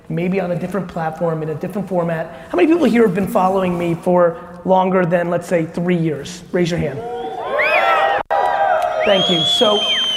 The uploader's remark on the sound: Todays episode is at a keynote that I gave in El Paso, Texas